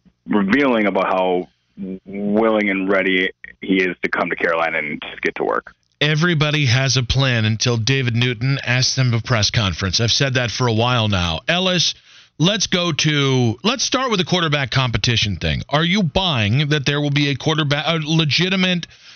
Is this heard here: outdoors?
no